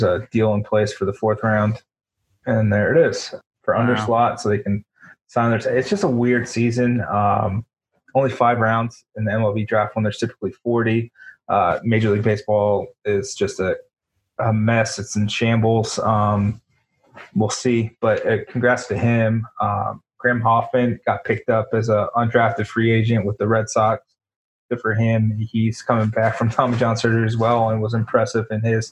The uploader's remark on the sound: jump in the zoom machine